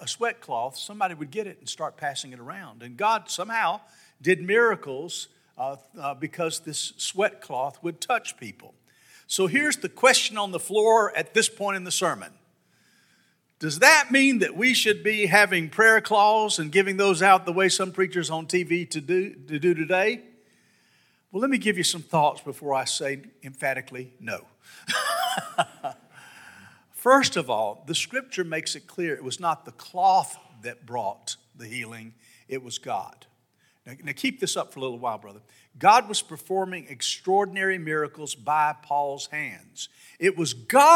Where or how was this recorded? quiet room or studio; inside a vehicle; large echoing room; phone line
large echoing room